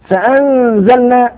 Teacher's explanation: إخفاء لوقوع حرف الزاي بعد النون الساكنة